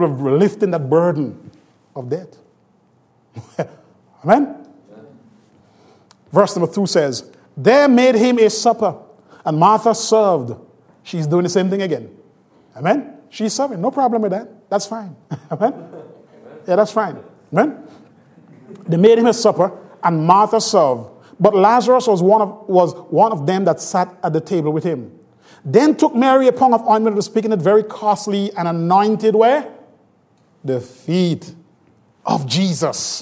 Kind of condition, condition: setting, large echoing room